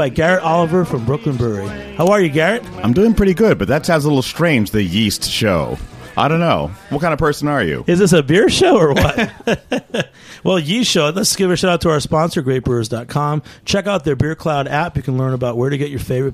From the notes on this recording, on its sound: Is joined in the studio. Joins us over the phone.